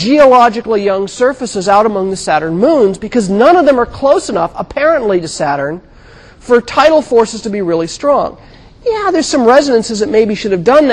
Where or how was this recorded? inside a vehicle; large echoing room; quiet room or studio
large echoing room